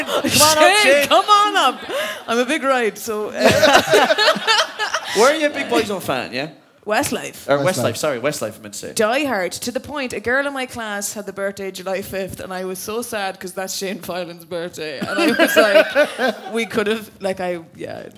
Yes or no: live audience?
yes